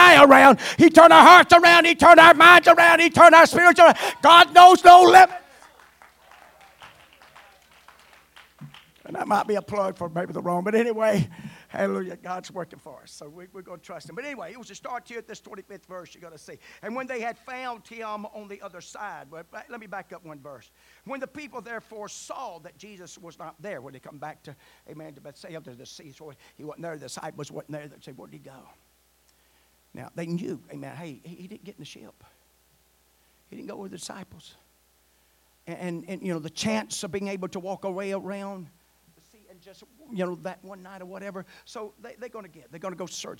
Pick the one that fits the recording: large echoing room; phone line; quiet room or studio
large echoing room